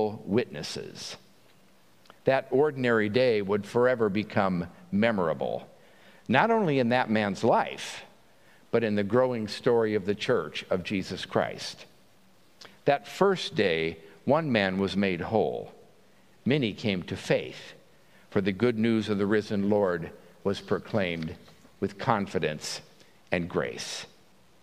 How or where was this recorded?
large echoing room